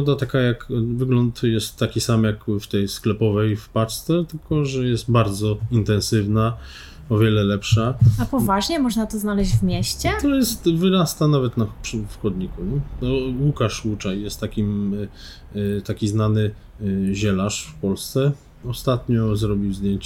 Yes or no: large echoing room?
no